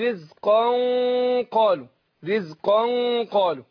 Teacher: لو ما اقول رزقا نون اهي، جه بعدها القاف، يبقى هنا اخفاء، هنخفي نون النون الساكنه ديت اللي هي بننطقها مش بتتكتب، هنخفيها عند القاف · احنا عندنا تنوين بعد القاف رزقا، فبننطق نون في الاخر رغم ان هي منونه بالفتح